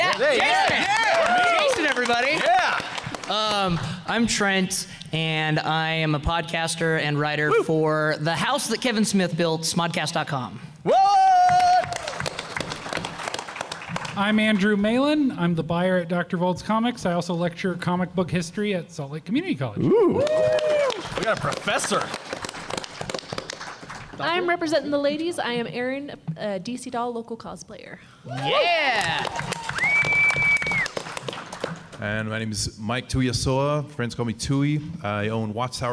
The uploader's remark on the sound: From Salt Lake Comic Con 2016, a panel discussion